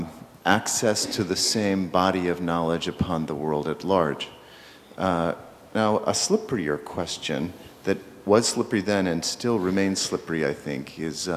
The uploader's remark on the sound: Keynote at Internet & Society 2007